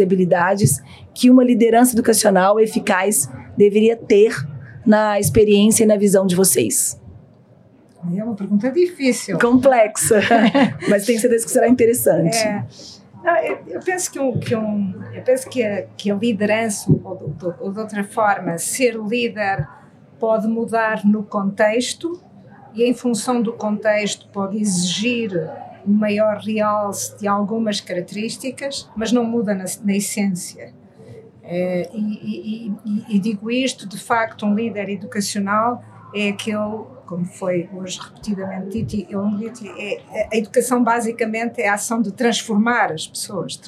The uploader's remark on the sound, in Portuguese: Este episódio foi gravado durante o XV CBESP, principal congresso da educação superior brasileira.